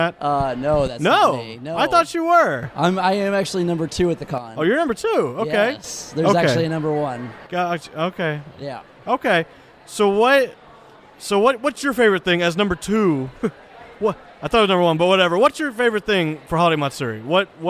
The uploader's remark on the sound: Here is the official iNerdia Live Podcast taken from the floors of this years Holiday Matsuri 2017 held in Orlando, FL.